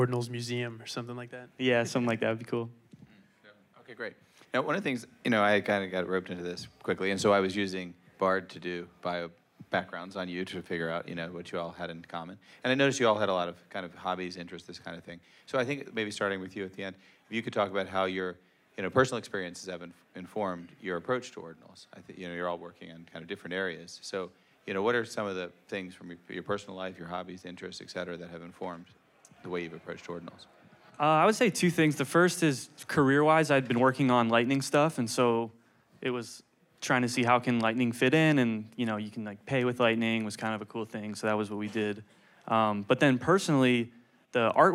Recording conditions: live audience